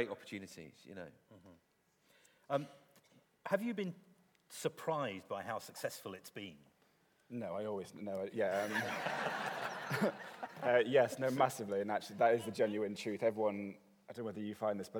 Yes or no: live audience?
yes